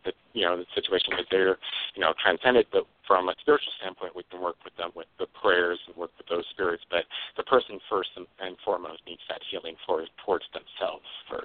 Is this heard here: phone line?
yes